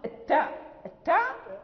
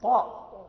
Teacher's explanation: كذلك نضع لساننا في أصول الثنايا العليا، ولكن اللسان ينطبق على الحنك الأعلى فنقول طاء. التاء، التاء لا ينطبق اللسان على الحنك، يعني فالمخرج واحد والصفات مختلفة